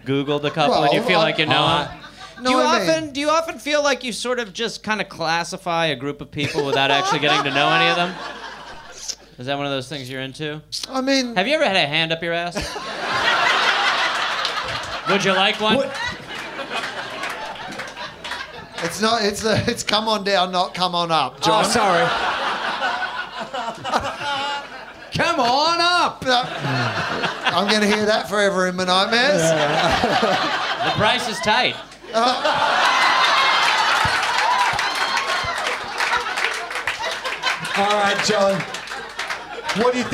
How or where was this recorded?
live audience